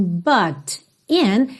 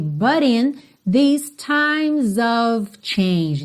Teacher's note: But in these times of change, então, but in, a gente teve um rarará nesse T, que é típico do sotaque americano, ok? But in these times of change.